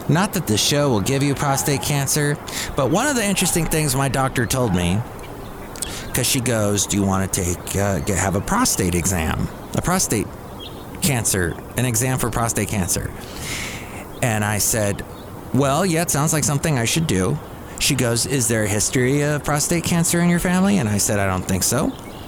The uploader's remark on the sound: podcasts live from Cafe Anyway